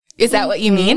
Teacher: uptalk. So rising at the end of a sentence. So as women, sometimes when we talk, we raise our voices.